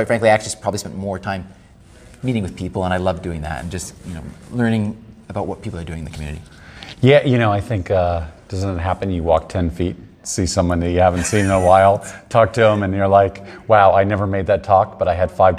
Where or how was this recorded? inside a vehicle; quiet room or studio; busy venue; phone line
busy venue